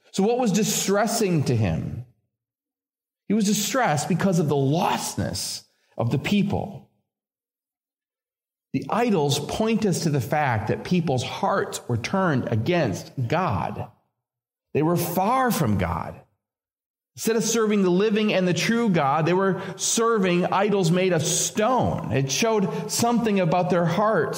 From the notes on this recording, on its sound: This episode features a sermon originally preached at Community Evangelical Free Church of Harrisburg, Pa.